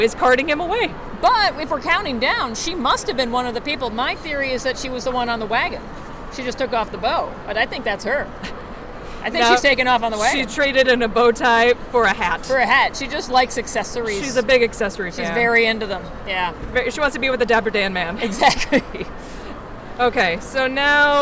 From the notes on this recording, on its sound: What would it sound like with more background noise? At the most recent American Library Association Annual Conference in beautiful downtown Chicago, Illinois we bring to you the first LIVE recording.